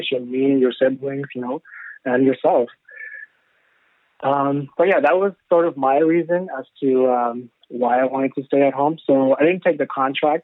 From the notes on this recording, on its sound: phone interview